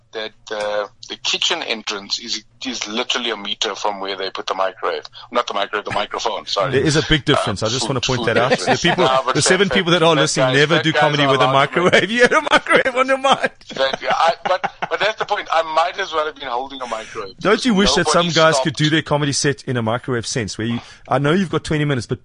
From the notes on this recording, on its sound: a surprise phone call